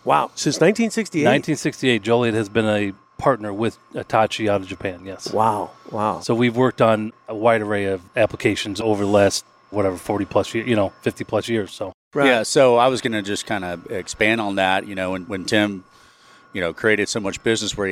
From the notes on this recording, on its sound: Recorded live on the shop floor at Joliet Electric Motors (JEM) in Joliet, Illinois. We also get a verbal tour of the machine shop.